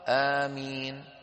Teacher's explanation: قال العلماء أفصحها آمين بالمد وتخفيف الميم، آ يعني ممدودة هكذا، مين مخففة الميم.